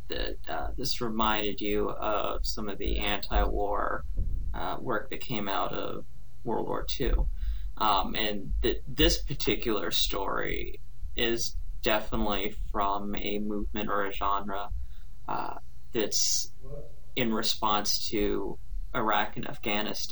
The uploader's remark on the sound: There is some hiss on the recording, but it's not too bad, and it'll be gone by the next time.